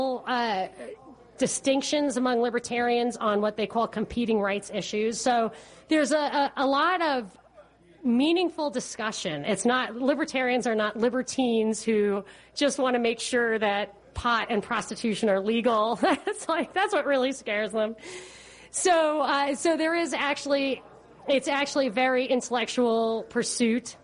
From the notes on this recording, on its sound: Live Event. Show originally aired live at Harp Irish Pub in Roswell, Georgia.